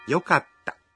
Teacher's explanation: Để nói yokatta thì các bạn ngắt một nhịp sau âm ka